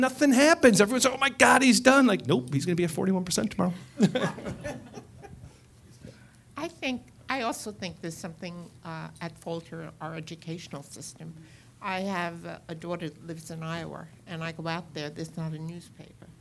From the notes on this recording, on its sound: Recorded on May 2, 2018 before a live audience at New York's 92nd Street Y.